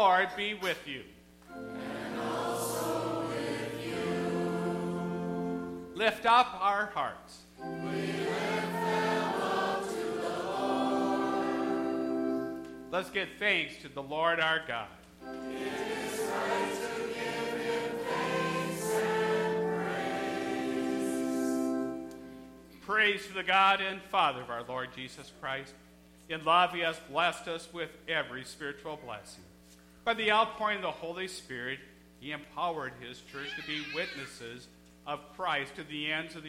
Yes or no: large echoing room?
yes